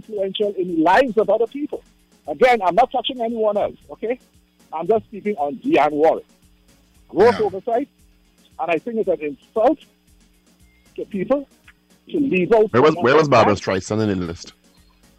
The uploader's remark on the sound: we take calls from our audience